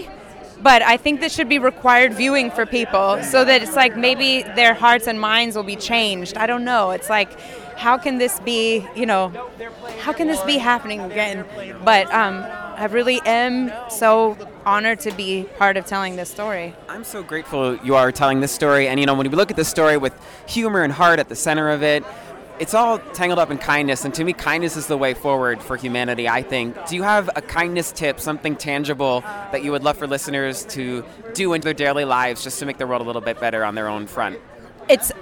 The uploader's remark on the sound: live from opening night of Harmony on Broadway